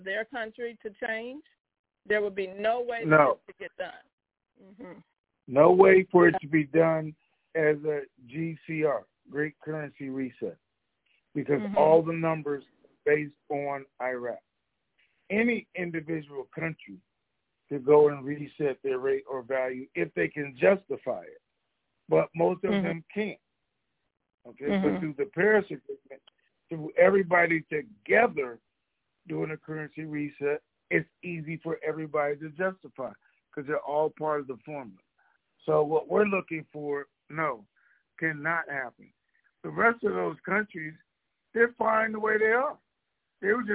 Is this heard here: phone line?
yes